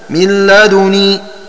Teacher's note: فيصير النطق بدال ساكنة مشمة، فيكون الإشمام مقارنا للإسكان